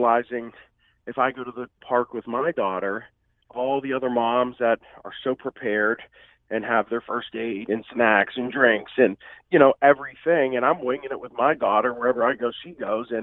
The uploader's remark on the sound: has a few guests via phone